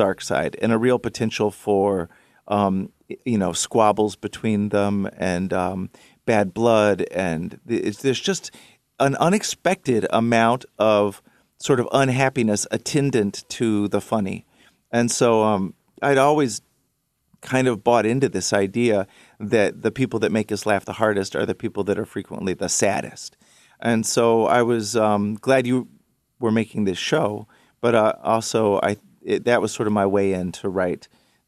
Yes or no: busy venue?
no